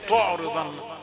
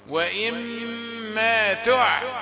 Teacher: تعرف ان التاء والعين رقيقتان · Shown in: second take · يبقى ايه اللي خلاها تبقى طعرضا عشان الراء للراء حتى مكسورة مرققة فيش مفخم الا الضاد اللي لسه جايه بعيده.